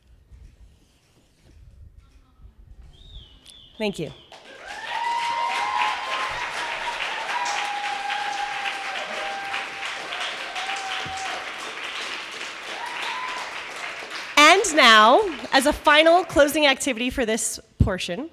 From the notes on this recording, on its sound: originally told this story at our live event on April 26